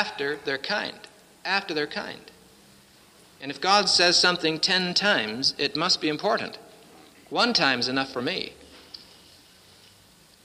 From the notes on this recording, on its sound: presented at Winona Lake Bible Conference 1966